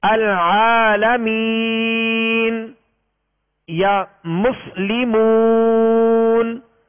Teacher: العالمین، میم یا زیر می، اب یا ساکن سے پہلے زیر ہے تو یا مدہ ہے، یا مدہ کے بعد سکون عارض آ گیا وقف کی صورت میں تو یہاں پر مد عارض ہوگا